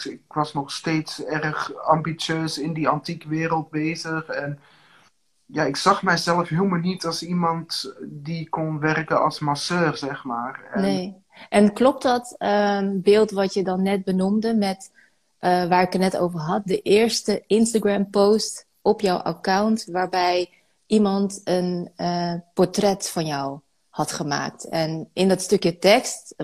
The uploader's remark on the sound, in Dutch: deze EnergyTalk is opgenomen op InstaLive